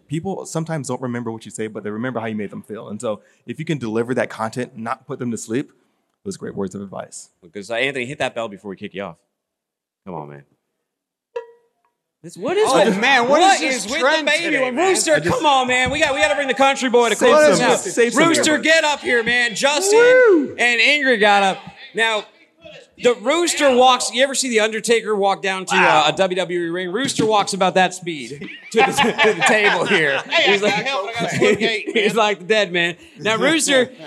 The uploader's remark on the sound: from day 2 of The Future of Supply Chain in Northwest Arkansas